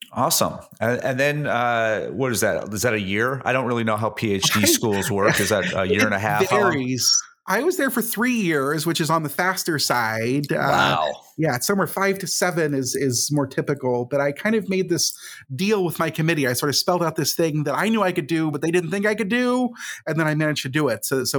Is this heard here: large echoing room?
no